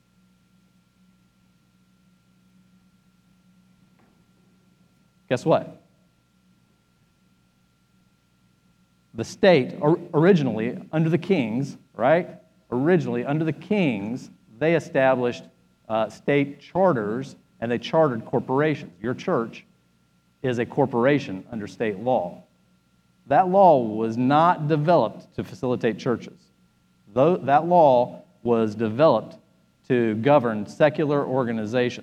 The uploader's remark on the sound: Spoke at our REFRESH conference in Nassau, Bahamas. This podcast is his teaching session from Day 02.